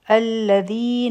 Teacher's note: په الذین کې ذی حرف مد دی، دوه هر کا به را کاږو، مدی تبعی دی، او د ذال مخرج چې دی، په دې کې زمونږ جبه د بره غاښونو د لاندې راځي، او لږ شانی سر بهر ته راوتی وي